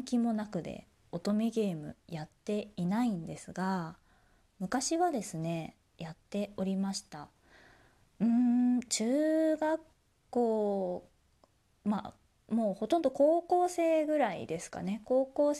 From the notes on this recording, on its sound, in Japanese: Radiotalk。自宅でスマホによる収録のため様々な騒音が収録されています、ご了承ください。